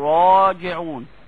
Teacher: لما اجي اقول راجعون، الراء هنا مفخمة عشان مفتوحة، فالالف تبعتها وفخمت مثلها. وما ادراك، الراء مفخمة ففخمت الالف.